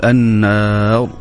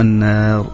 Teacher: النار برضو، فقنا عذاب النار. الراء هنا لما نقف عليها ساكنة تكون مفخمة · Shown in: first take